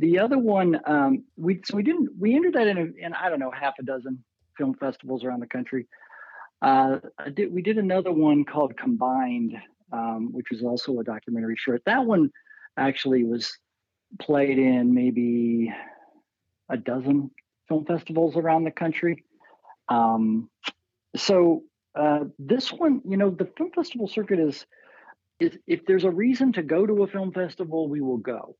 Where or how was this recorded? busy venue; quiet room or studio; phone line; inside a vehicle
phone line